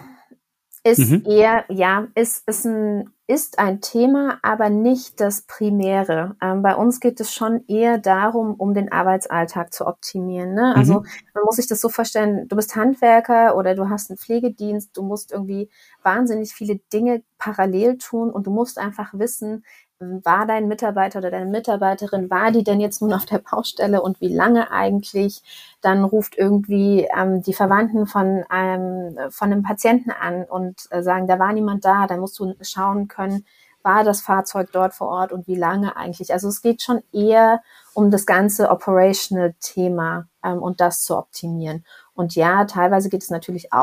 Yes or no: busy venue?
no